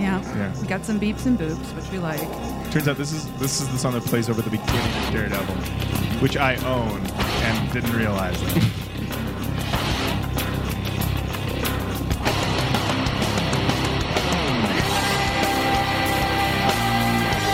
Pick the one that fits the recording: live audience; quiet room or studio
live audience